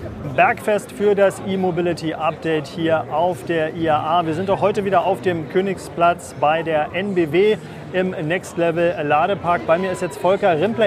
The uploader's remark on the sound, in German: wir senden wieder live vom Open Space der IAA auf dem Königsplatz in München!